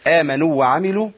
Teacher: آمنوا هنا الواو مادية صح؟ أي والواو المادية لا تضغم في الواو المتحركة فلازم أبين إيه زمن المد